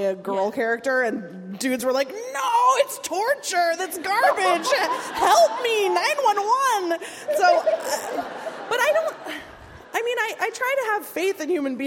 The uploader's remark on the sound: At Seattle Town Hall. Speaks to a Town Hall Seattle audience on May 25.